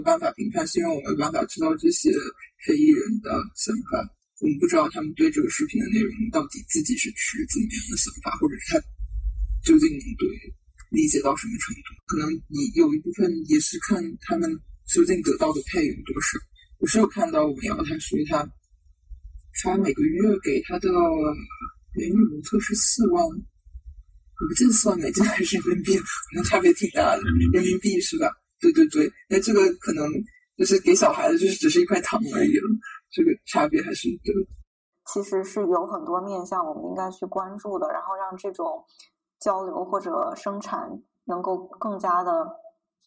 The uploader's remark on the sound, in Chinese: 本期录音质量一般，大家见谅。